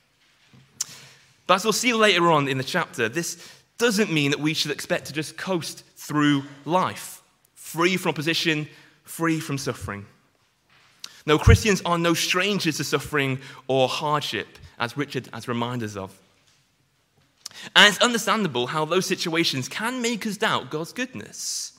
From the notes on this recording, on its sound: Sunday morning sermon preached